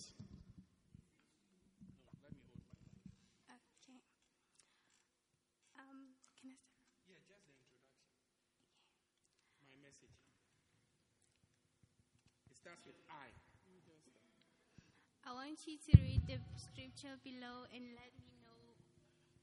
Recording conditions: large echoing room